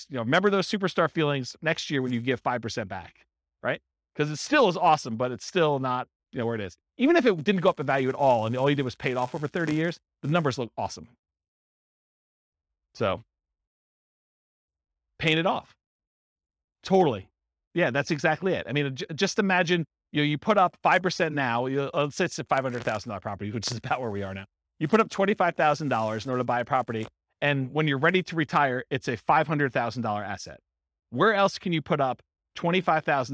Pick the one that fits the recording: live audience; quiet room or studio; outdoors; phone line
live audience